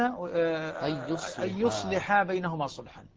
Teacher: يصالح تقرأ بالضم والتسكين والتخفيف مع القصر أي بدون ألف وكسر اللام